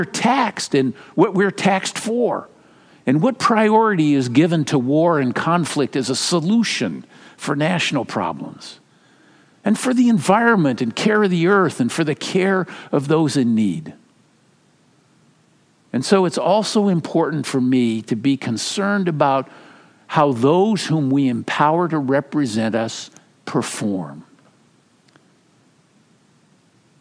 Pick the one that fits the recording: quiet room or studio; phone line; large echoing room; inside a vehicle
large echoing room